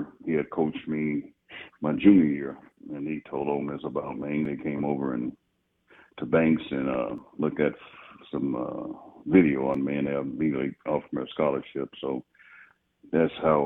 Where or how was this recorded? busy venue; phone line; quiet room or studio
phone line